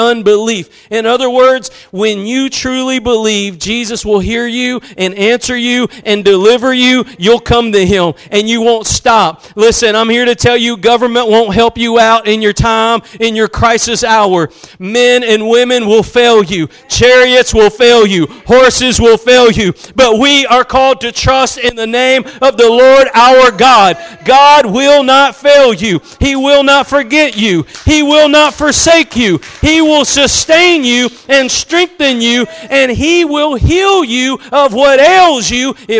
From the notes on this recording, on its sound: Preached at Gospel Lighthouse in Bossier City, La.